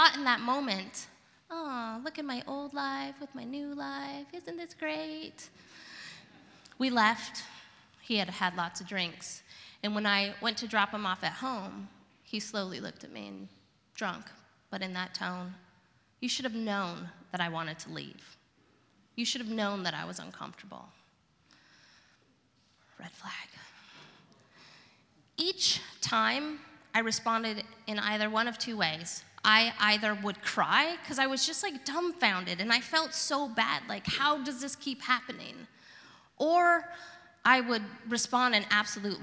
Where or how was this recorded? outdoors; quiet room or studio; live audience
live audience